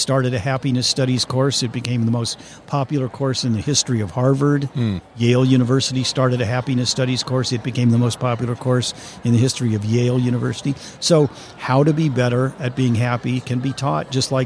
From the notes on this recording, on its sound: LIVE at the Business RadioX® remote at SOAHR 2023